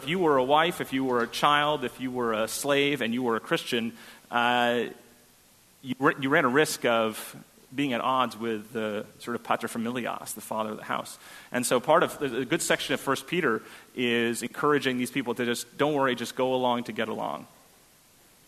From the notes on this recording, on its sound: on May 14, 2017 at First Congregational Church of Houston.